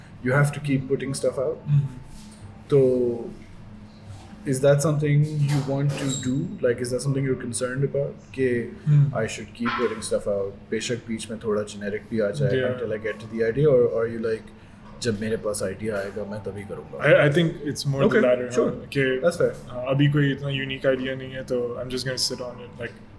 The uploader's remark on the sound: in a LIVE episode in possibly the noisiest cafe we could find